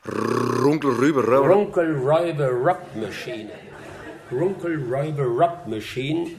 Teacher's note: Also da haben wir die sogenannten retroflexen R-Formen